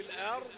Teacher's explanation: بحيث إن الضاد تبقى لينة مستطيلة لها صوت الاستطالة